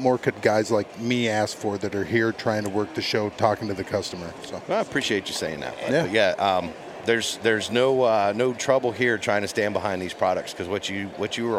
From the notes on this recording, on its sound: Once again, we are live from the Great American Outdoor Show in Harrisburg, Pa. It’s day 1 of the 2019 show.